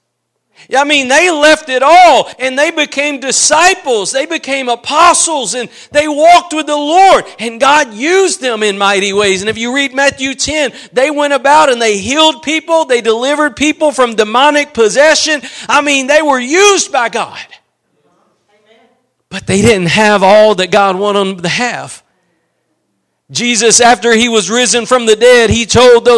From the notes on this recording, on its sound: Preached at Gospel Lighthouse in Bossier City, La.